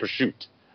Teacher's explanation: As an Italian, we sometimes we just drop that last vowel and we don't say it